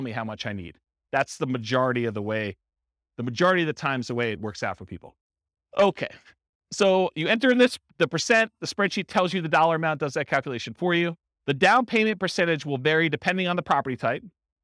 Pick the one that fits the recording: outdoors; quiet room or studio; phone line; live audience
live audience